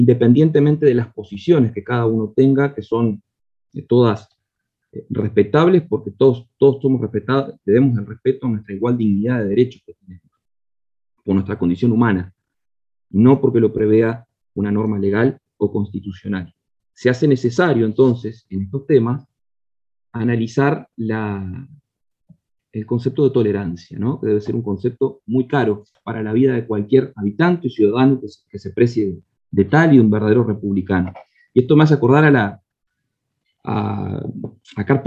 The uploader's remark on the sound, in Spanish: Mesa Redonda Virtual